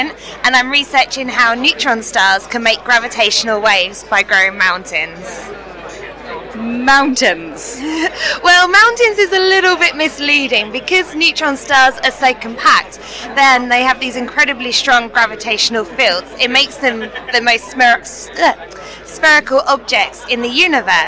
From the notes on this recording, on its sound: interviews from IAU 50 Years of Pulsars conference in September 2017